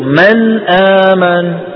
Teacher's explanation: جزء لساني من طرف اللسان يقرع ما يحاذيه من غار الحنك، ويصاحب ذلك غنة من الخيشوم. مجموع هذين الأمرين شو بشكل؟ · Term: حرف النون